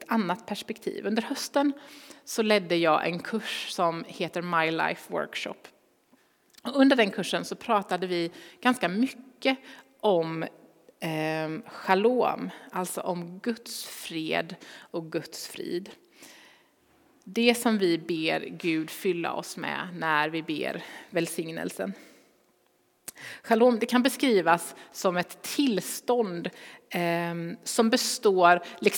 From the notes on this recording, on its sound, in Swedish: Inspelning från Immanuelskyrkan Skövde.